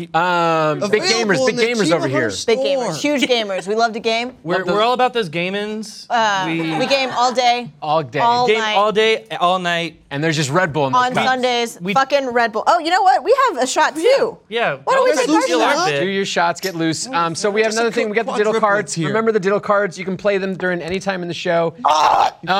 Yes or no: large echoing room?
no